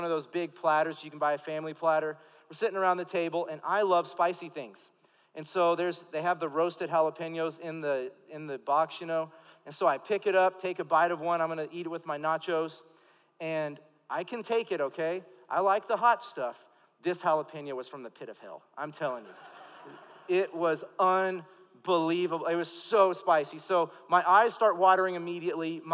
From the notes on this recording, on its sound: Recorded live during our Wednesday night service.